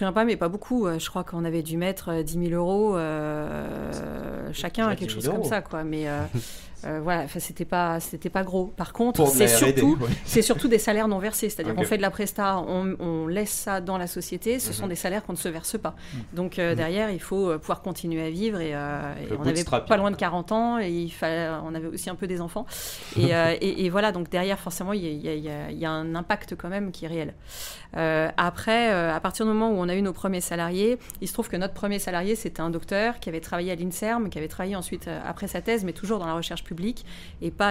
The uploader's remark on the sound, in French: Cet épisode a été enregistré à l'occasion de Zero-to-One - l’événement. Cet épisode a été enregistré à l'occasion de Zero-to-One - l’événement. Qui a réuni les talents des plus belles startups françaises en mai dernier.